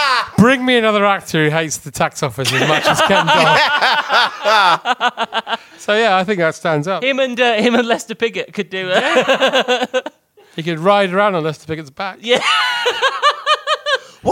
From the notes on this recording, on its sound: Venture to London to tell a live audience.